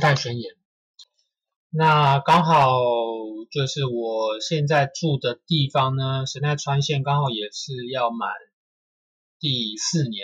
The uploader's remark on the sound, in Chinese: 這集在飯店錄音的關係，。2021年第一集的收音不太好請大家見諒。